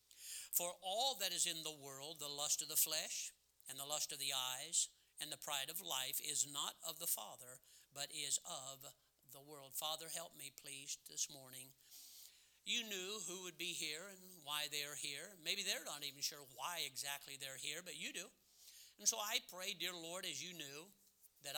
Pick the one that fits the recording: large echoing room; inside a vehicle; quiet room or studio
large echoing room